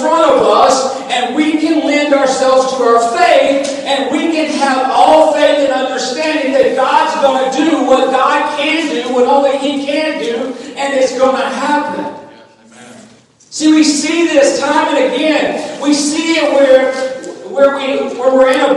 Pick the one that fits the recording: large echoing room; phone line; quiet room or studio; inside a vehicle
large echoing room